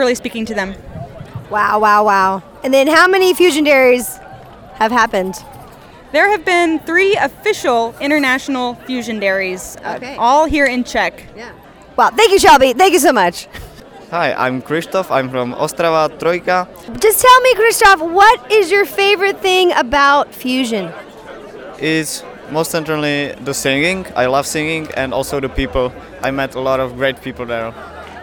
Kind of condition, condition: setting, busy venue